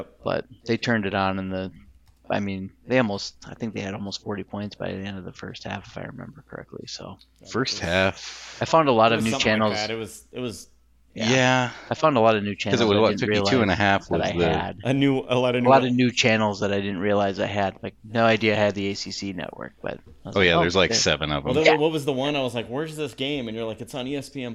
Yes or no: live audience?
no